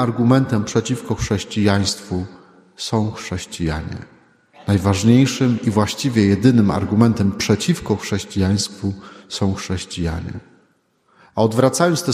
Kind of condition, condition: setting, large echoing room